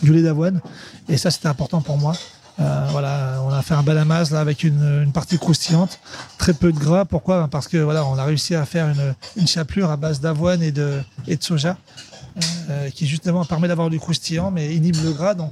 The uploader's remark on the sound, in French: Enregistré dans son restaurant marseillais juste avant le service du soir.